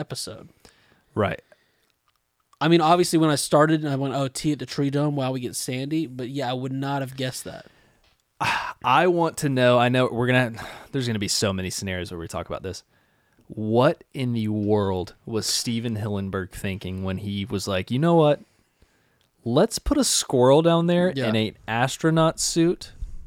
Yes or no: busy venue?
no